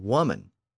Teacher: weef mon lost that F sound in the middle, and the vowel sound shifted in the first syllable, and weef mon actually became woman.